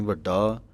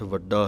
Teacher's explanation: ਵੱਡਾ ਪਾਠ ਜੋ ਹੈ ਡੱਡੇ ਦੇ ਨਾਲ ਬੋਲਣਾ ਹੈ, ਇਹਨੂੰ ਭਾਰਾ ਕਰਕੇ ਢੱਡੇ ਦੀ ਆਵਾਜ਼ ਨਹੀਂ ਕੱਢ ਦੇਣੀ · Shown in: second take · ਵੱਡਾ, ਇਹ ਗਲਤ ਹੈ।